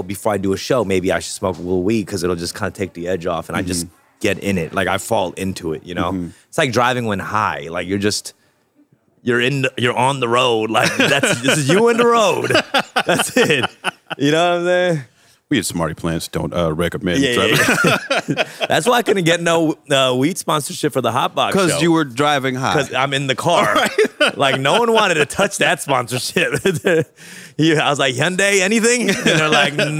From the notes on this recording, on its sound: This episode was recorded live at The Growcery dispensary in LA courtesy of Smarty Plants.